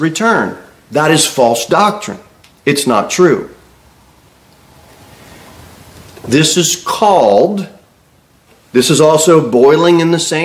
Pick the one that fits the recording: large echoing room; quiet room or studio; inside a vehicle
large echoing room